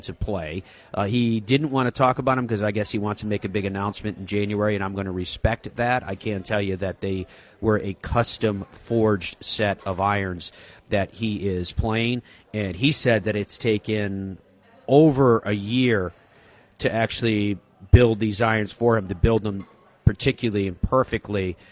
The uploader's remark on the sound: Broadcasts live from the PNC Father Son Challenge, an event packed with Hall of Famers.